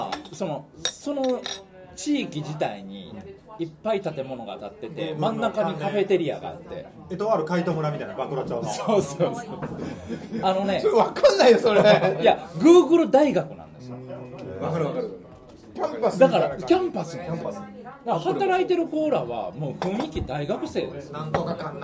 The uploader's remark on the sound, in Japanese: ホジラジ公開録音の模様をお届けします。